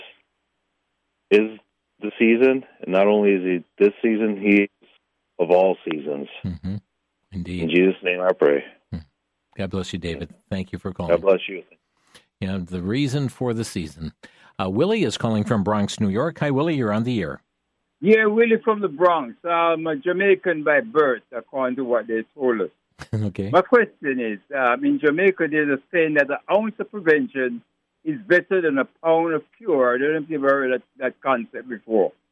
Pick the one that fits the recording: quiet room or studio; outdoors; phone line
phone line